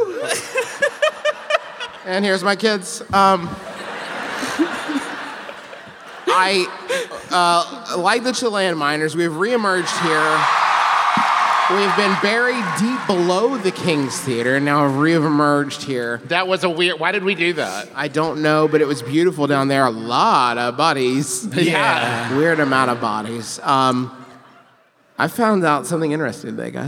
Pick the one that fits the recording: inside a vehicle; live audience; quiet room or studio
live audience